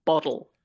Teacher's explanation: It's not a D, but it's a more rapidly said D · Term: flap